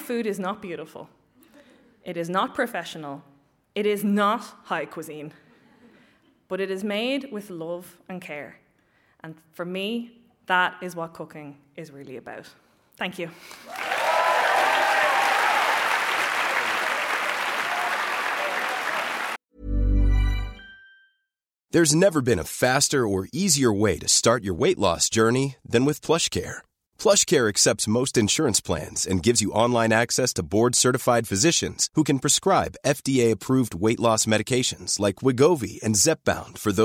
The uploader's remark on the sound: Recorded live at The Abbey Theatre, this is the first of a two part episode bringing you highlights of The Dublin Story Grand Slam 2018.